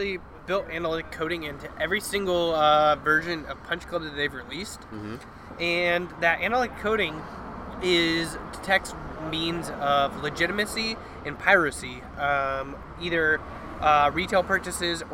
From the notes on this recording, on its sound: This week we come live to you from Amnesia Brewing